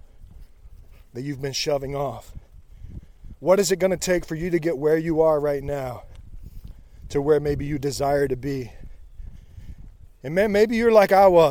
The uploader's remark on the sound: Live from the trail during a rainy 75 hard run.